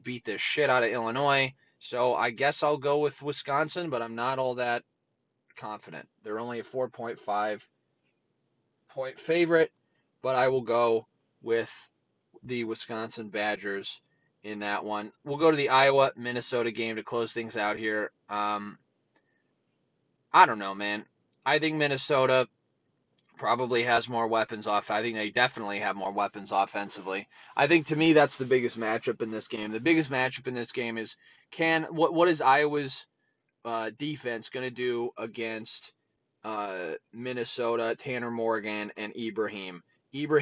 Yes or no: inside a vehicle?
yes